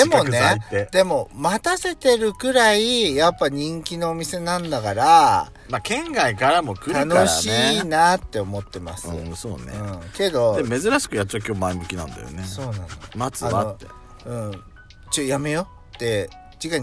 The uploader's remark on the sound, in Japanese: パーキング収録